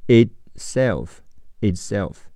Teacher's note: 听力中，it 的特会失去爆破，不读出声